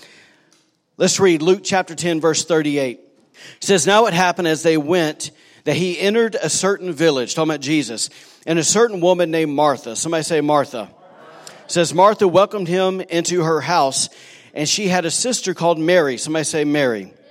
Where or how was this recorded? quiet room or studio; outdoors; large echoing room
large echoing room